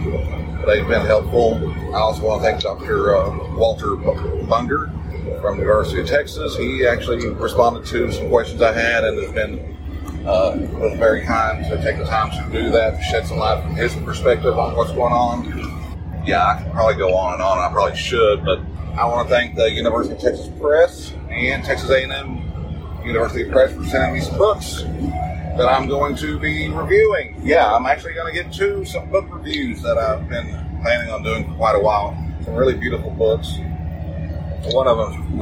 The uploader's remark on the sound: Special Edition from the Field. This is an unscheduled episode recorded without notes from work. I apologize for the bad sound quality.